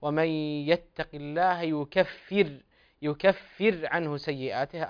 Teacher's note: وانتبه فقط لإظهار ترقيق الرائي في قول الله تعالى ومن يتق الله يكفر عنه سيئاته، أظهر فقط الترقيق.